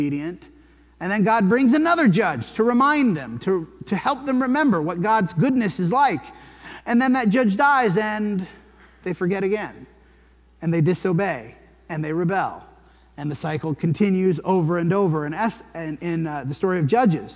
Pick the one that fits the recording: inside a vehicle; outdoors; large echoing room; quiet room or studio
large echoing room